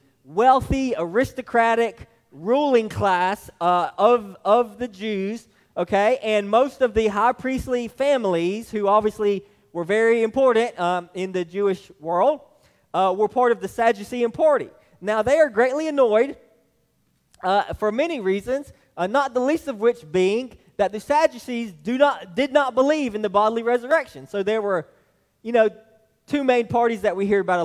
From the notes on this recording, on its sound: This message was delivered to Hillside Baptist Church in Eastman, GA on 6/11/23